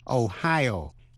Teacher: tiểu bang Ohio nhấn mạnh ở vần nhì